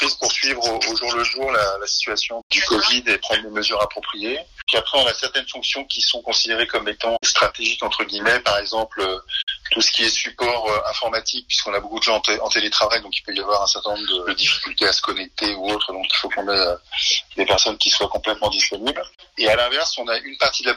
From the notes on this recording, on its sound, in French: nous avons joint par téléphone